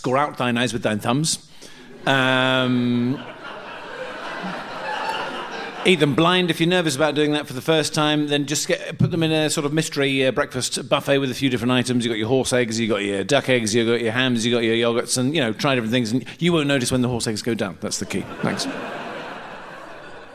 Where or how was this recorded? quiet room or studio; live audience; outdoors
live audience